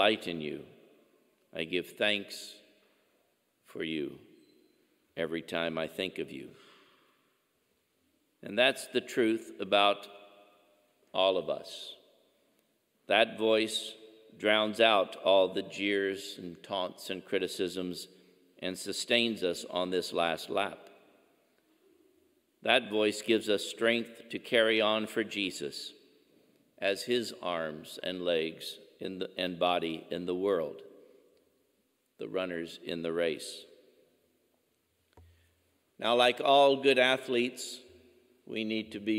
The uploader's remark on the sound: Angela Merici Catholic Church in Missouri City, Texas in the Archdiocese of Galveston-Houston.